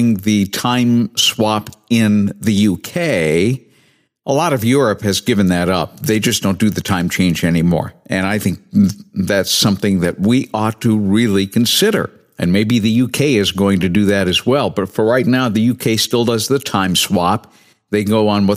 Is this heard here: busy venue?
no